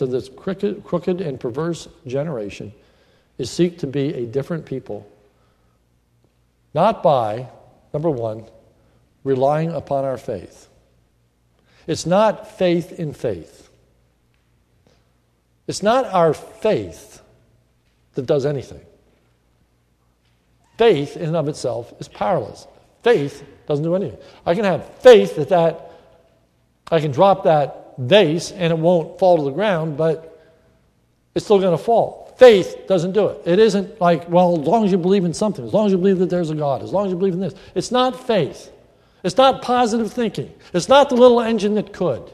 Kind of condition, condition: setting, large echoing room